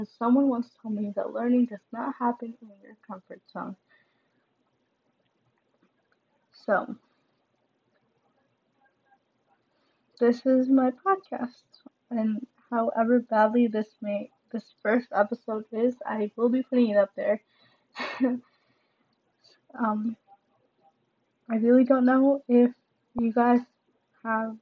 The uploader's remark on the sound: Sorry for the background noise!